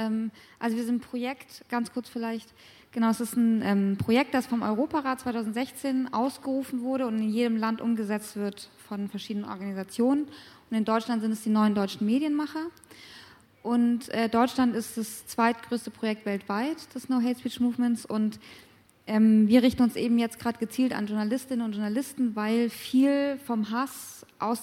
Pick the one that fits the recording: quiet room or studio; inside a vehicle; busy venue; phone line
busy venue